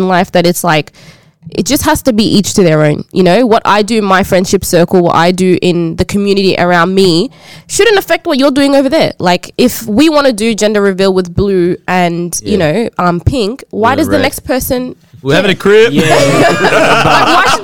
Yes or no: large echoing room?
no